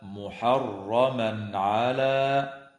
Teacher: ويظهر التنوين عند العين في قوله تعالى محرما على